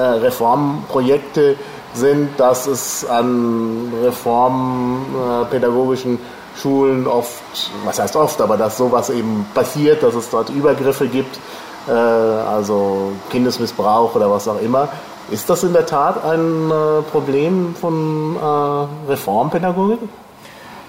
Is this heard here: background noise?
yes